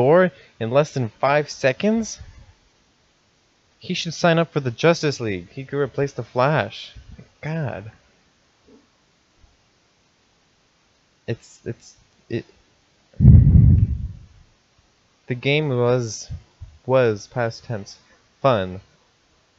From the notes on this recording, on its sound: I'm still working on fixing the mic!